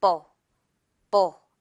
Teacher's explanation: 리을은 약하게, 벌 말고 뻐 이 정도거든요. · ball 정도로 보시면 되고요. 그리고 버 말고 보, 오 발음이라고 생각을 해도 될 정도입니다. · Term: BLE